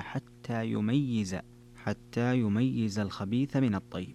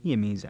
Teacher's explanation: قرأ حمزة والكسائي ويعقوب وخلف بتشديد الياء مع كسرها